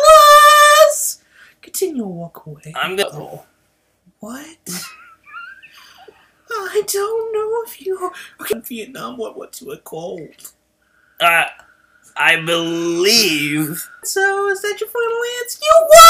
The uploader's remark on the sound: There are some known and unfixable audio errors